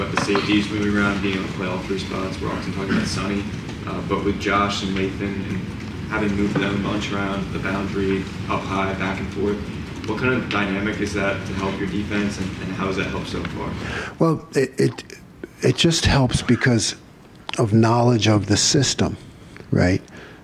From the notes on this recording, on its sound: The Land-Grant Podcast Network will be bringing you uncut audio primarily from Ohio State press conferences, but also from individual interview sessions. Press conferences at the Woody Hayes Athletic Center. Met with the collected media.